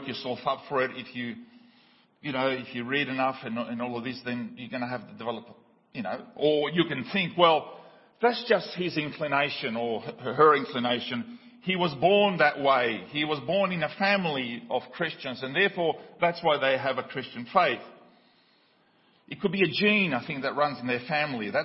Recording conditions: large echoing room